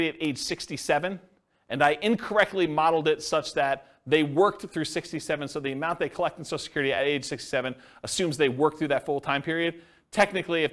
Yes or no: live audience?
yes